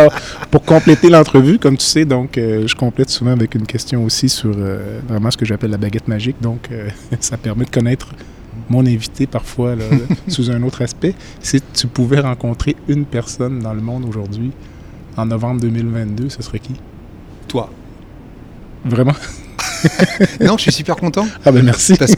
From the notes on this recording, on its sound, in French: L’entrevue a eu lieu au Centre des congrès de Montréal suite à sa conférence.